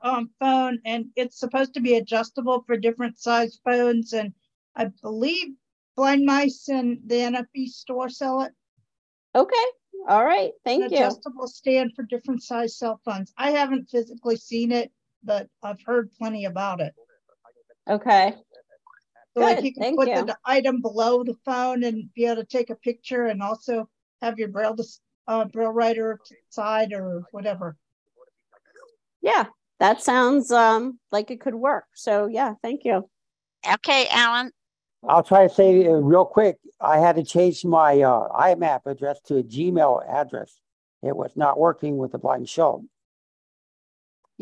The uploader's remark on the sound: Originally Broadcasted June 26, 2023, on ACB Zoom